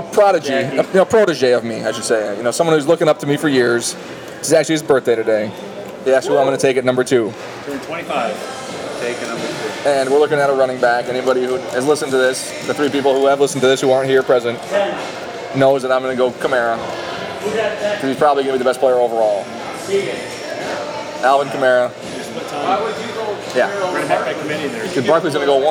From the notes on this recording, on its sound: live on location from Buffalo Wild Wings